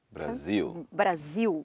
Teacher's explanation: The L at the end of a syllable sounds like a W · Term: syllable final L